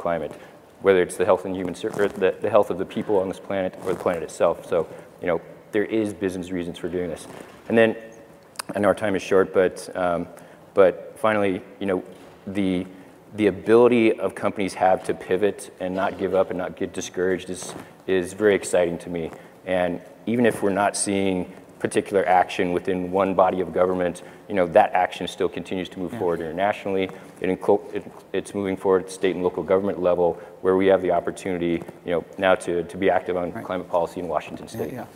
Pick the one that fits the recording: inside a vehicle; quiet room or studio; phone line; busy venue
busy venue